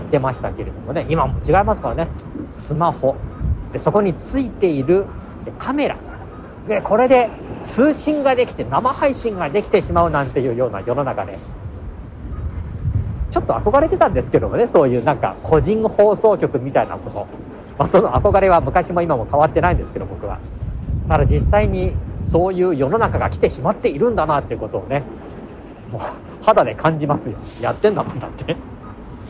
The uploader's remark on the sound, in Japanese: 現在の名古屋駅交差点。解体・撤去工事が始まっているモニュメント「飛翔」があった名古屋駅交差点にて収録しています。